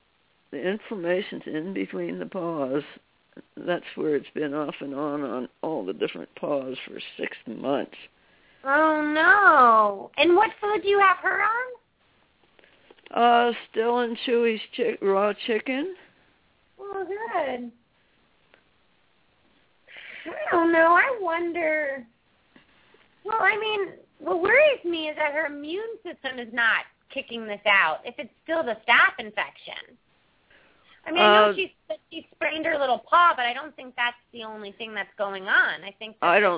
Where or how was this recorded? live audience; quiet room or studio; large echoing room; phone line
phone line